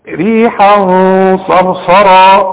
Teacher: خد بالك من الغنة، غنة بعدها صاد